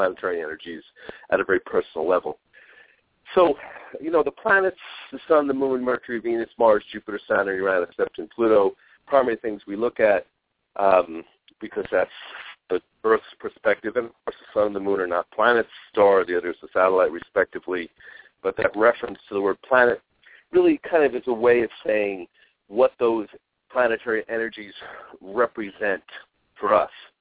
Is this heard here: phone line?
yes